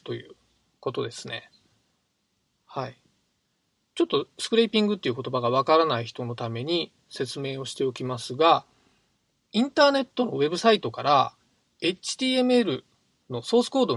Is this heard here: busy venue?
no